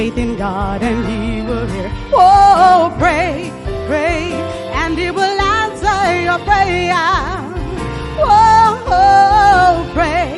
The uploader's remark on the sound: Preached at the First Love Gathering Service.